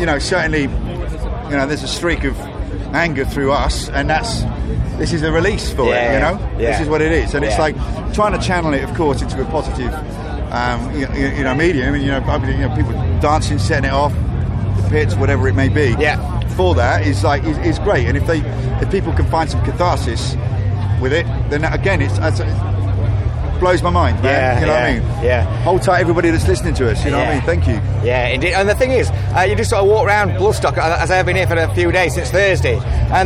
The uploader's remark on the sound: after their set on the Sophie Stage at this years Bloodstock Festival 2022